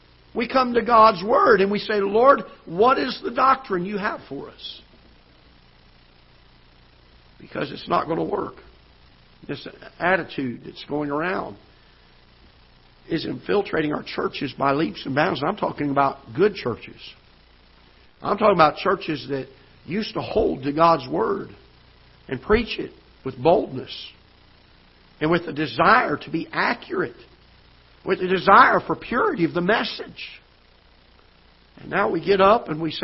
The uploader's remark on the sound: Ketha Heights Baptist Church ~ Live Broadcast